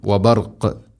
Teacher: വബർഖ് അവിടെ വഖഫ് ചെയ്യുമ്പോൾ ഖാഫിനെ ശരിക്കും കേൾക്കണം, ഖൽഖല ചെയ്യണം.